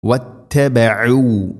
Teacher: عَيْن തൊണ്ടയുടെ മധ്യഭാഗമാണ് മഖ്റജ്